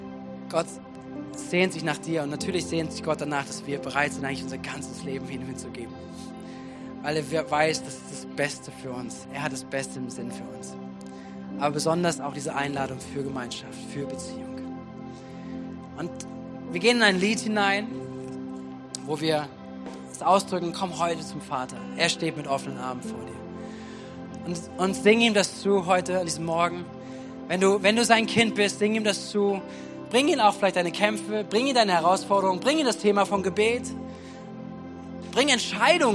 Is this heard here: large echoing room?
yes